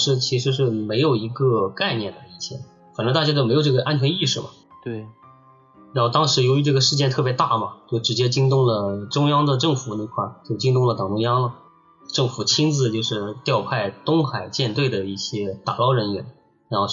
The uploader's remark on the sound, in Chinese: 本期节目音质上有点“特殊”。